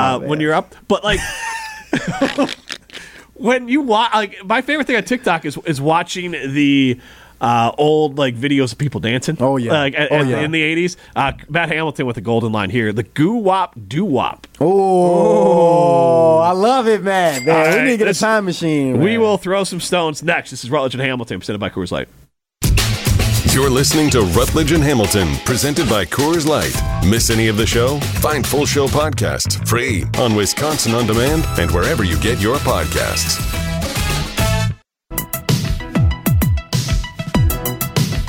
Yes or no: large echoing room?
no